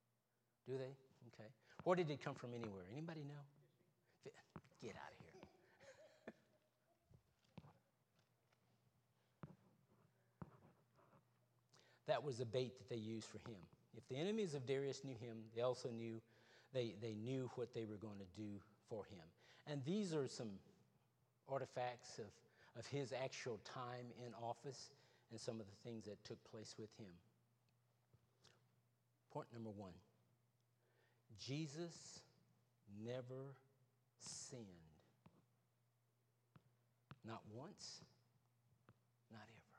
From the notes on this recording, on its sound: Wednesday Evening Service. Trinity Baptist ChurchFindlay, Ohio.